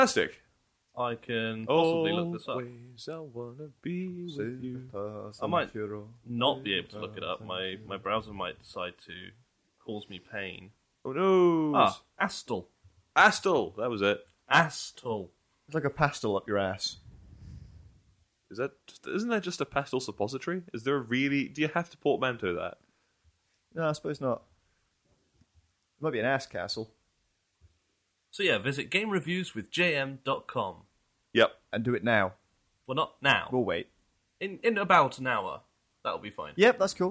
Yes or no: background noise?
no